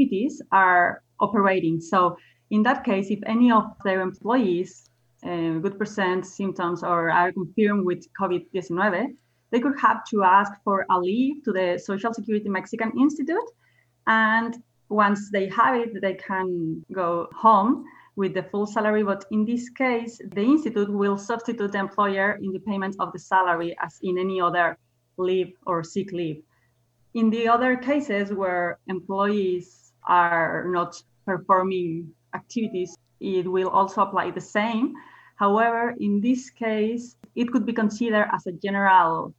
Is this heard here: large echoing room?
no